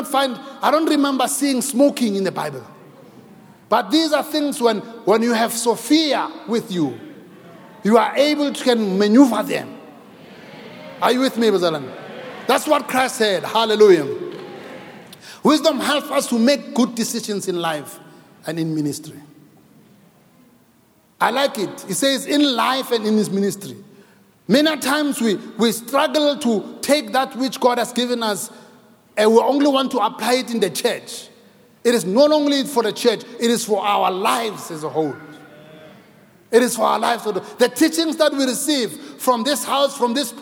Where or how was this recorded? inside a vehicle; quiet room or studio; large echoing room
large echoing room